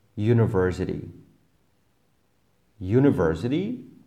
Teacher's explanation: University, síce píšeme U, ale prvý zvuk, ktorý poviem je J.